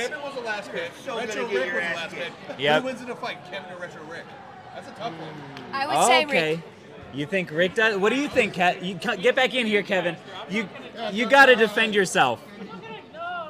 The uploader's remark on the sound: LIVE FROM FLIPCON